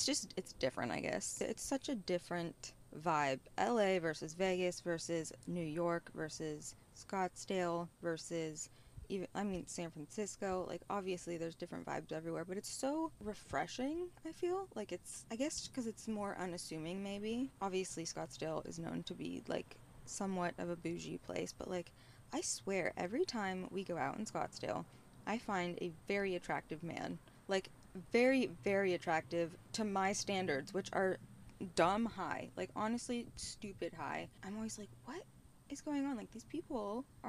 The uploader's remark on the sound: Live from a tesla near you. If you saw me driving my tesla around west hollywood holding a microphone...